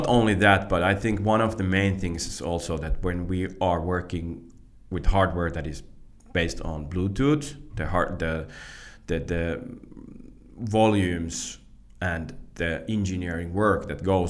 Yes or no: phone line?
no